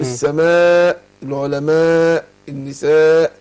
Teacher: هنا ده مد متصل واجب مده اربع حركات